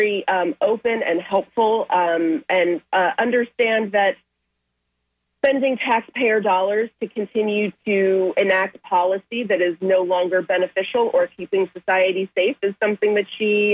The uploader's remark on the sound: Unique magazine format call-in show.